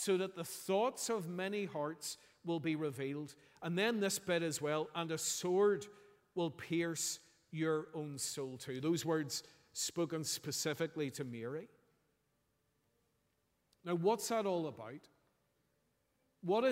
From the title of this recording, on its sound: Sunday 31st December 2023 morning service